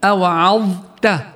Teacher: ومن الأحرف التي قد تغدر قارئها فيدغمها مع بعضها خطأ لتقارب أحرفها من مخرجها أو تشابهها، مع أنه لا يجوز إدغامها عند حفص أبدا، حرف الضاء الساكنة عند التاء لتقارب المخرج، نحو سواء علينا أوعظت. يلزمها تأنن قليلا حتى تقدر تفصل الضاء عن التاء كي لا تدغم كليا